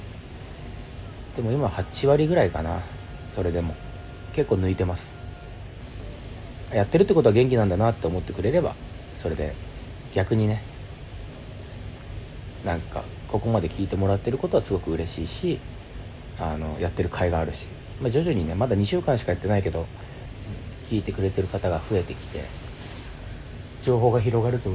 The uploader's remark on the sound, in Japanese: Iphone収録です。無菌室なので空気清浄機のノイズや音量バランス等お聞き苦しいかもしれませんがあしからず。